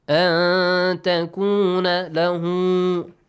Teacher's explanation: nun sakin plus ta ikhfa with a nasal sound. An takuna lahu u sound.